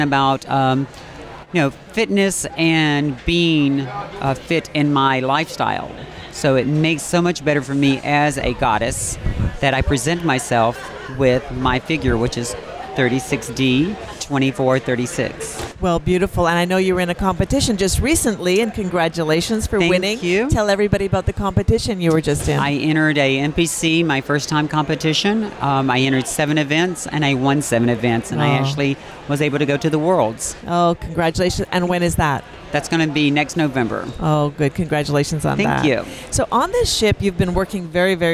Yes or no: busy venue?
yes